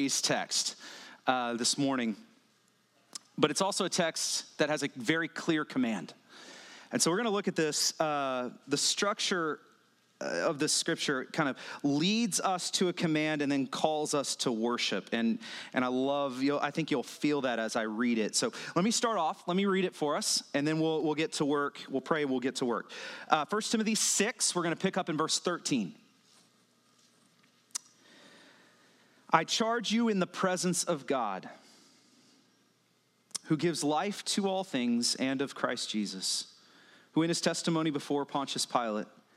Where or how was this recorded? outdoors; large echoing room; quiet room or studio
large echoing room